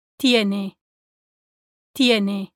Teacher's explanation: Notice how the Spanish T does not have that puff of air typical of the English T.